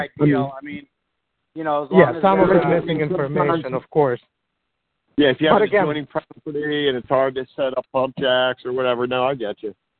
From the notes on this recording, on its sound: Core Team Conference call.